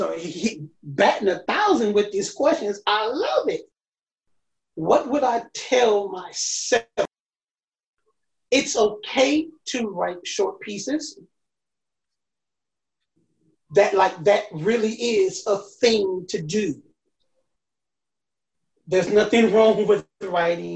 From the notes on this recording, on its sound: This episode was recorded via Zoom.